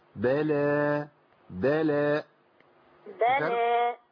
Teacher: أما تيجي تقفي على ألف في آخر المقطع القراءة ما تجيبش همزة